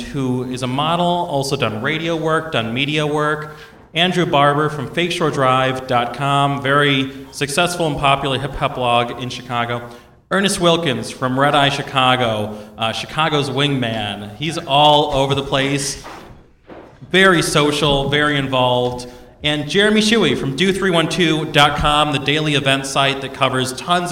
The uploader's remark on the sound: In a live podcast panel at Rockit Bar & Grill